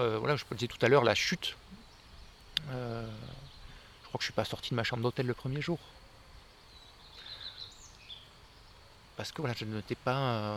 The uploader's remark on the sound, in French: 8ème festival « LA MANUFACTURE D’IDÉES » près de Mâcon. Nous avons enfin réussi à nous croiser au beau milieu de la campagne bourguignonne. Au pied d’un cèdre dans le parc du château d’Hurigny et dans les vignes aux alentours.